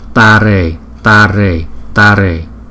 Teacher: Chữ A có dấu gạch ngang trên đầu, đọc kéo dài 2 nhịp so với chữ A bình thường không có dấu gạch ngang trên đầu. Riêng chữ E dù không có dấu gạch ngang trên đầu nhưng chúng ta vẫn đọc kéo dài 2 nhịp, cho nên chữ này chúng ta đọc rõ ra là Tare Tare Tare.